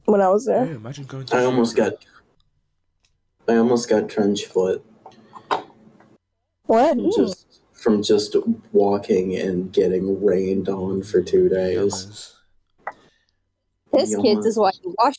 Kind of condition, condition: fault, poor sound quality